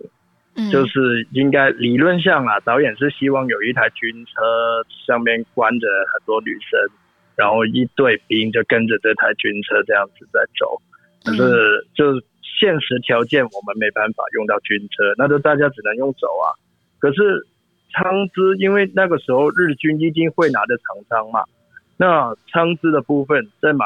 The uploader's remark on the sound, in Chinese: 電話訪問香港知名電影美術指導